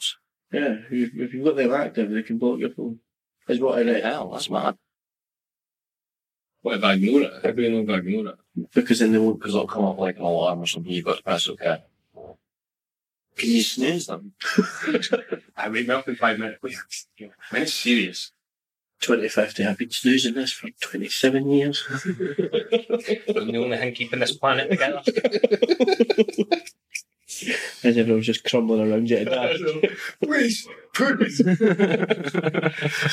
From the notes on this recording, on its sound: This episode has audio damage.